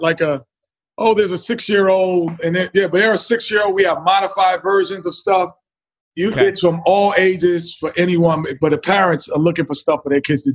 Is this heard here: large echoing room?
no